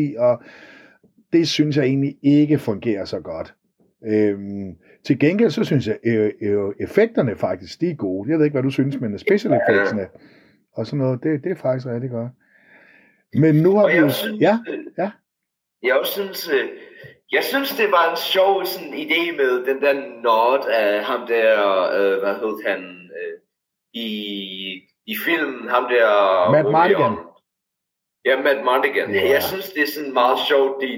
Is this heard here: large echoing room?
no